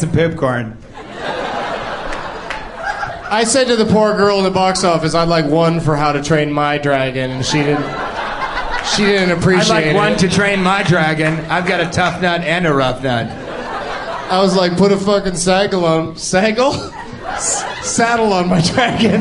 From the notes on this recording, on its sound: Recorded live at the Irvine Improv